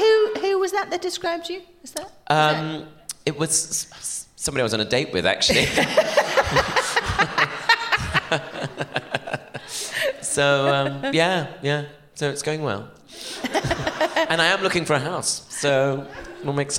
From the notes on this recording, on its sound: Recorded at The Shaw Theatre, London